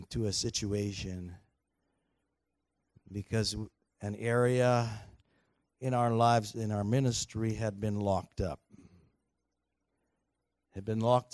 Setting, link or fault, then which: setting, large echoing room